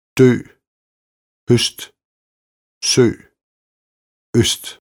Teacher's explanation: Kort lukket ø. Som i det svenske sjø.